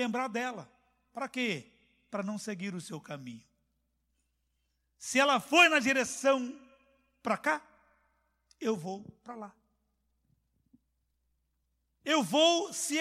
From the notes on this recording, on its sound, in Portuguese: CULTO AO VIVO